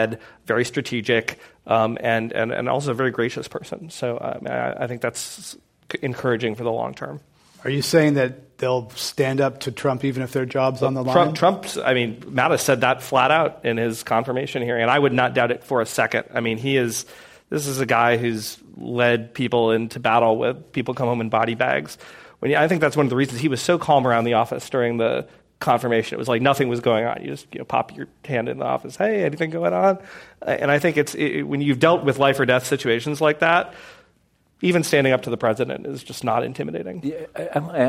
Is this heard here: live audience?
yes